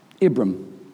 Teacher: Abram can be said without making a h sound.